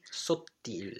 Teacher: when you have a double T, the coming off of it is almost softer than a single T would be.